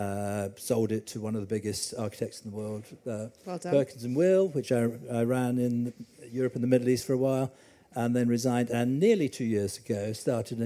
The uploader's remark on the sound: Recorded live at MIPIM 2023